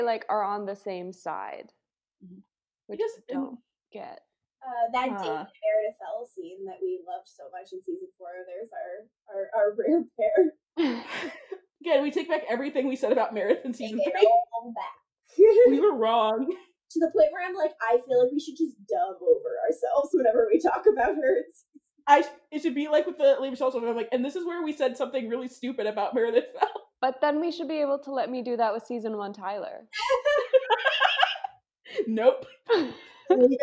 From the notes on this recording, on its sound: AUDIO WARNING*** None of us sound great on this episode, audio-wise. For reasons we all understand and have since fixed.